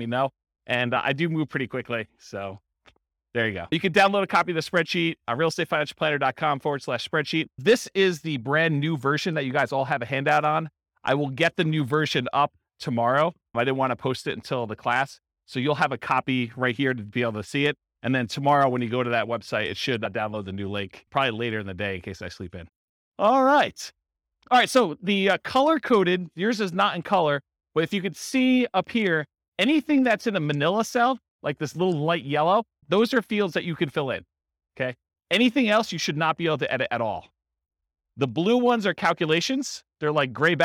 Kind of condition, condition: setting, live audience